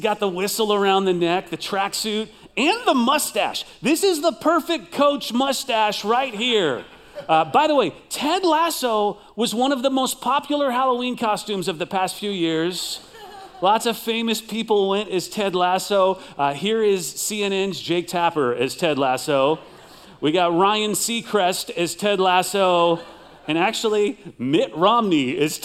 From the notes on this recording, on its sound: Recorded live at CrossWinds Church